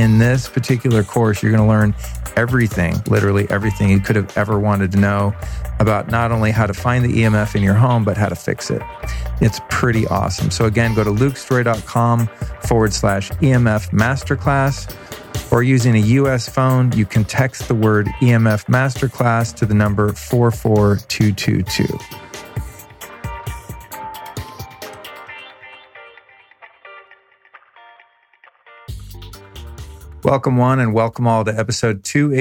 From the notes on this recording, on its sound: This episode was recorded on location in the desert on the morning after a peyote ceremony I had participated. I sat down with our guest couple.